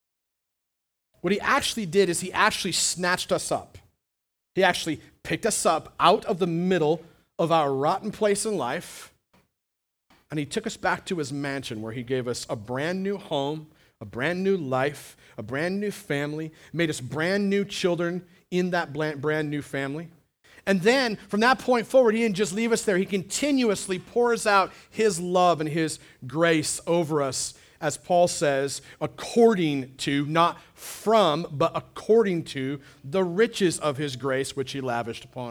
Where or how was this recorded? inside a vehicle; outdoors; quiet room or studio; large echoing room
large echoing room